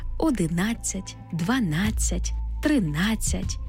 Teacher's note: У числівниках, які закінчуються на «нацять», наголошений звук «а».